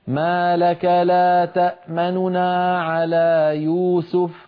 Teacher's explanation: تنطق نونين والنون الأولى تسرع عندها قليلا مع خفض في الصوت، هذا هو الروم.